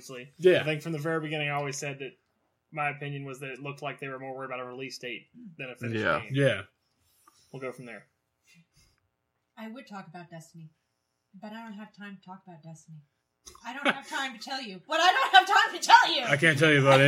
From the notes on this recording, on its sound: We had some technical issues to deal with.